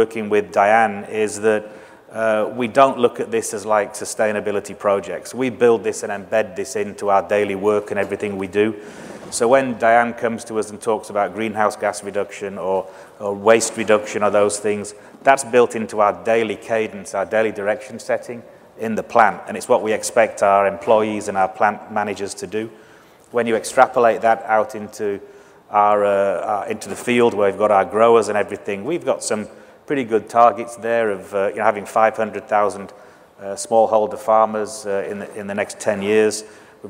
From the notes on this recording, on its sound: The best of live interviews from GreenBiz events.